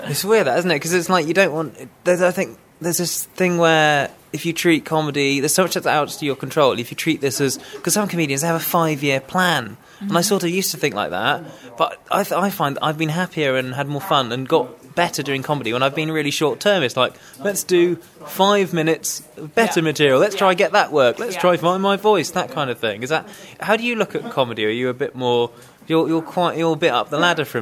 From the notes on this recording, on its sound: This episode was recorded at Rock the Attic in Banbury during The Longest Running Comedy Show World Record Event.